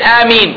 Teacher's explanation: One madda, no shadda on the next letter, no hamza, only two vowels. Can't make it longer than that.